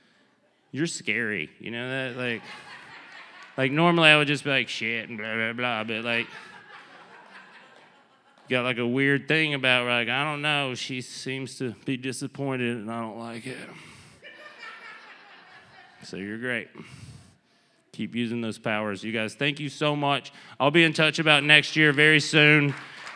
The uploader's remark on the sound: Did a show to raise funds for the historic Mateel Center in Redway. This is a live panel discussion.